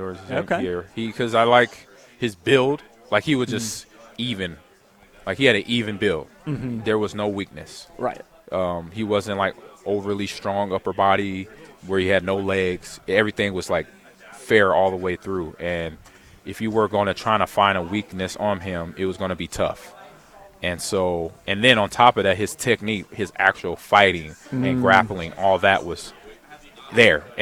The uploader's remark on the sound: LIVE (Pt2) from Most Wanted MMA in Lincoln